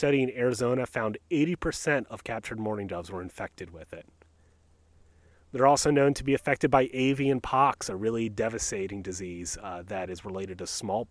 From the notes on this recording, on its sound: joined by the bird of First Landing State Park in Virginia Beach, Virginia who chime